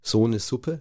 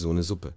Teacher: ich hatte bestimmte typisch süddeutsche Einfärbungen, also man spricht das stimmlose S · Shown in: first take · also die so eine Suppe und man sagt eben nicht so eine Suppe.